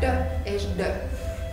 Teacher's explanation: ezt így kell kiejtenem, hogy hátra hajlítom a nyelvemet, hogy alul pötty jelöli. · Term: nyelvcsúcs hangokat